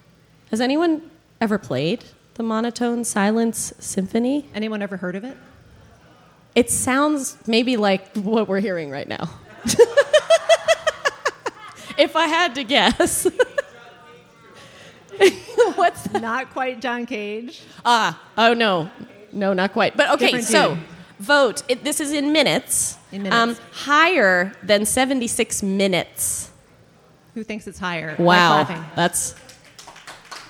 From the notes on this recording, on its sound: LIVE! From AVS/IVS Festival 2022. This episode was recorded live at The Loft in Columbus, SC, just a stone's throw from Columbus State University. It was part of the late night cafe events for the American Viola Society Festival/International Viola Congress which was held in June of 2022, and features a live studio audience, fabulous “game-show” contestants and even a guest host.